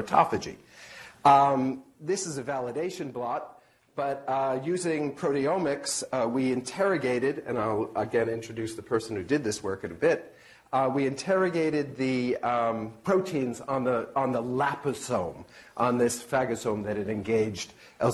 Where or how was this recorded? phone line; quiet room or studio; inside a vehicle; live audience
live audience